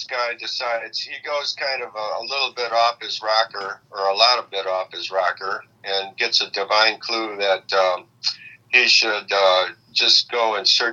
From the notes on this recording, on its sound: Recorded at via phone in Grand Rapids, Michigan, and Traverse City, Michigan.